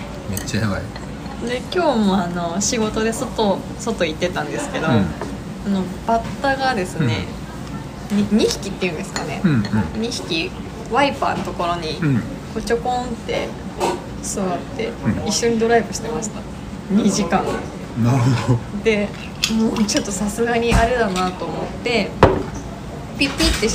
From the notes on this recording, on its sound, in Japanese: 約束の地「居酒屋」での収録です